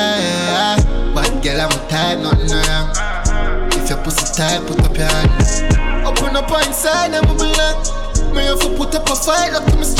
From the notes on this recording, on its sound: LIVE AUDIO. A recording of my set at Island Saturdays on Jan 20th.